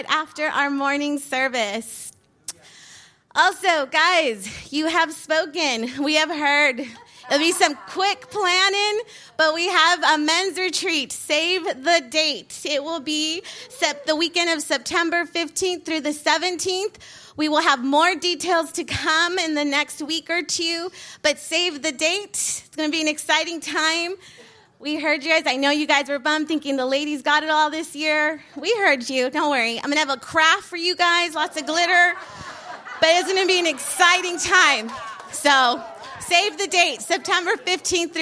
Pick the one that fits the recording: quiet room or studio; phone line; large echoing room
large echoing room